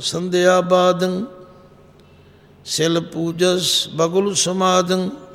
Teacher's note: ਅਖੀਰਲੇ ਅੱਖਰ ਦੇ ਉੱਤੇ ਜਿਹੜੀ ਟਿੱਪੀ ਲੱਗੀ ਹੋਈ ਹੈ ਉਹ ਨੱਕ ਵਿੱਚ ਬੋਲੇਗੀ